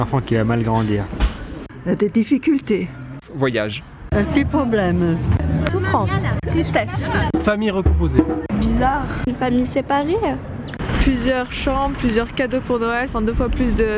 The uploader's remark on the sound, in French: Il s'agit d'un épisode introductif qui contient un micro-trottoir réalisé dans la ville de Nyon en Suisse dans le canton de Vaud.